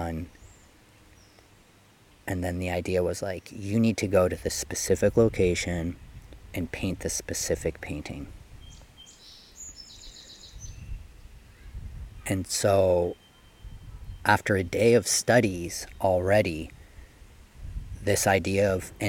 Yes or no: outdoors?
yes